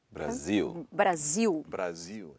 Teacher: Today we're talking about the pronunciation of syllable final L. Which is pronounced like a ooh. Ooh. Ooh.